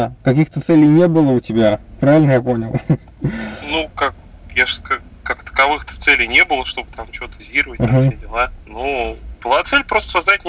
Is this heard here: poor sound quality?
yes